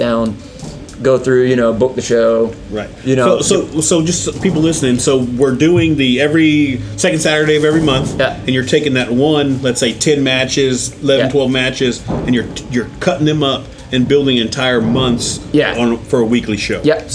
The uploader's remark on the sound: Coming to you straight from the heart of South Houston ,at the Booker T world Gym Arena